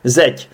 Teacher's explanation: A v češtině je na konci slov neznělá souhláska a dě je znělá. Takže ť je potřeba tam vyslovit tě, zeď.